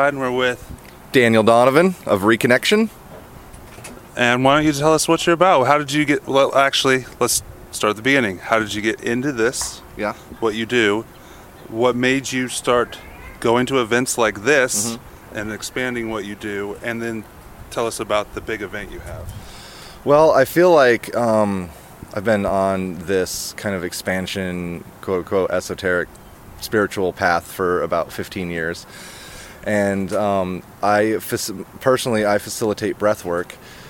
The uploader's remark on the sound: KC Metaphysical Conference Part 2. Interviews at the KC Metaphysical Conference.